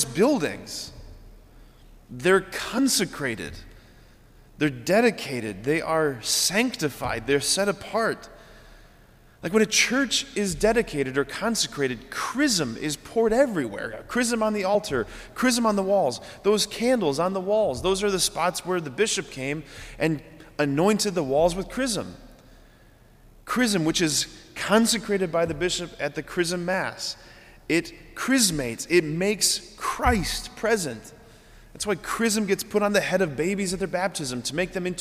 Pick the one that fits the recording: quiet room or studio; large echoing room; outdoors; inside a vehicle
large echoing room